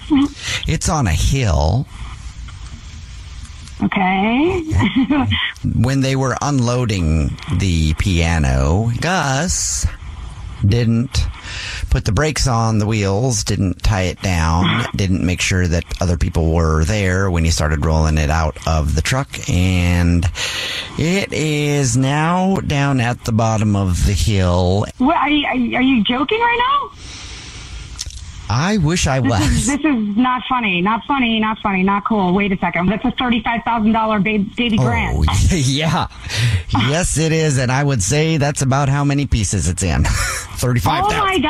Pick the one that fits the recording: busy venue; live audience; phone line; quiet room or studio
phone line